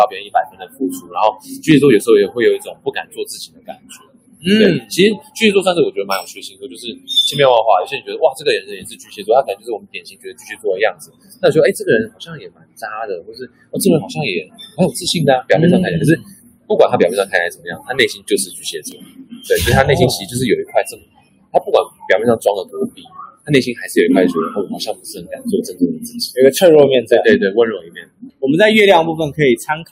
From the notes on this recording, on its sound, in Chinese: 本集現場錄音品質稍差，敬請見諒。